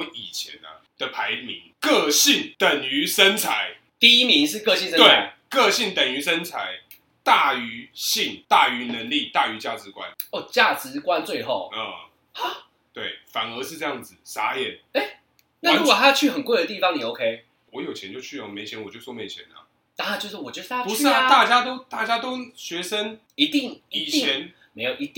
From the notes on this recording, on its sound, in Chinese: 本集於配備升級之前錄製的, 聲音上需要大家的體諒。